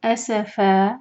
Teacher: جب فتح کی تنوین پر رکیں گے تو ہم تنوین نہیں بلکہ فا کو ہم دو حرکہ کھینچیں گے · Term: مد عوض عن التنوین